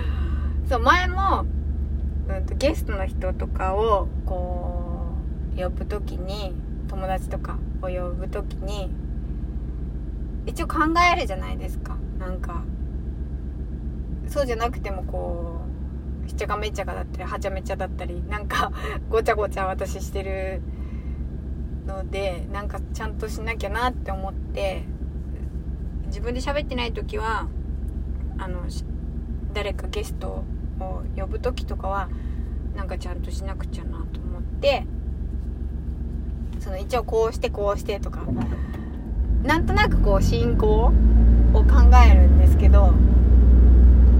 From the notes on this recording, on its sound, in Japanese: いちばん録音しやすいのが車の中だったということをお話ししています。車の中スタジオ。